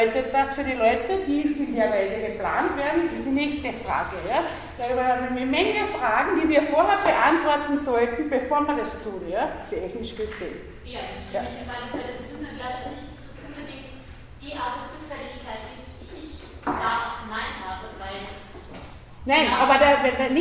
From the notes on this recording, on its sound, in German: Ringvorlesung im WS 2016 Vortrag